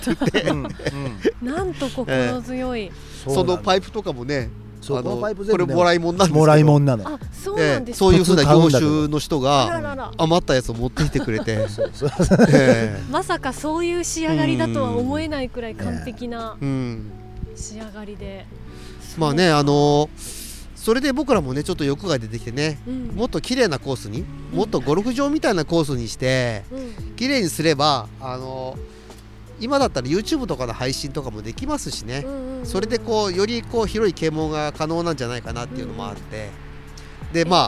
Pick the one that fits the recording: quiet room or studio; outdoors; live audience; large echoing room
outdoors